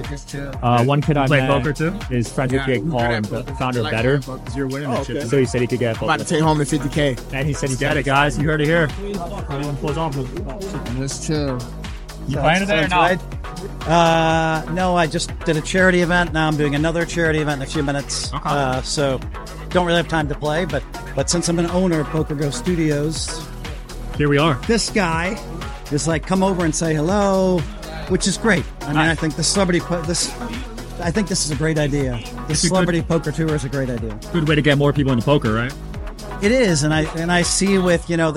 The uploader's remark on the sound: Celebrity Poker Tournament Live Interviews. First time doing live event interviews. Shoutout to the Celebrity Poker Tour and PokerGo Studios for having me.